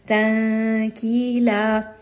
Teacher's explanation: we're going to bring the nun sound to the makhraj of the gaf. Your tongue or your mouth should be prepared to say the letter gaf. · Term: ikhfa